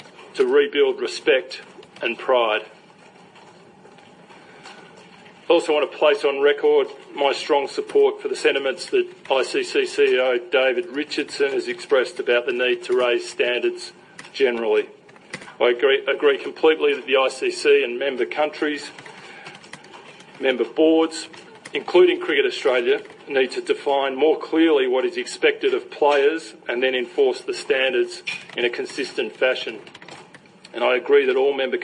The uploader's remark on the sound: Press Conference In South Africa